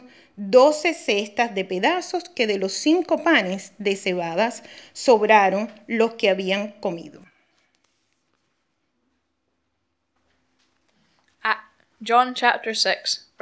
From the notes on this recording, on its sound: Audio podcast of morning service. An all-age service.